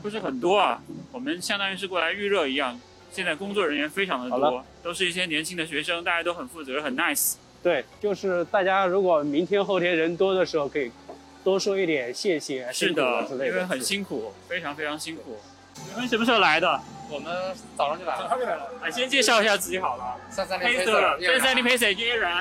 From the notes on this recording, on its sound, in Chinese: 现在正在上海马拉松领物的现场，刚刚我们两个都领取了自己的号码簿和参赛包，然后我们两个准备在这里采访几位选手